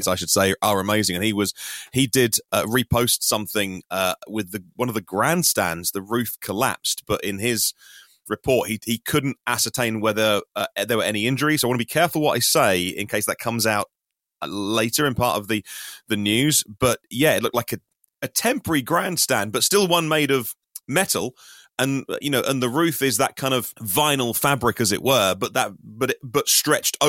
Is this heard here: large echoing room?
no